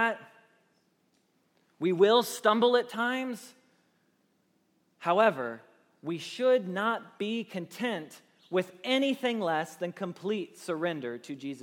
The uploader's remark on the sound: Message Preached at Valley Creek Church